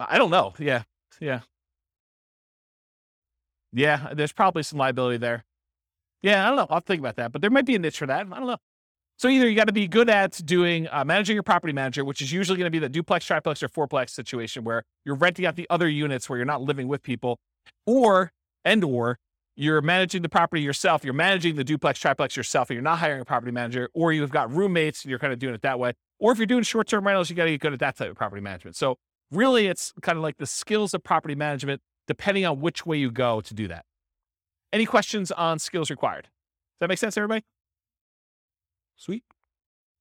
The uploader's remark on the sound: This was a live class recorded